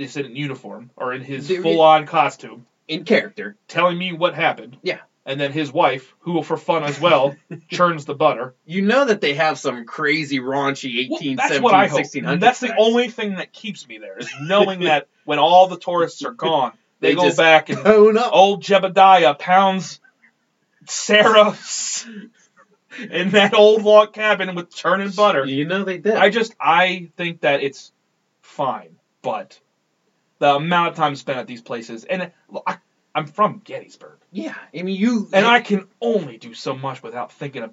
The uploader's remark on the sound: messes up the audio (apologies)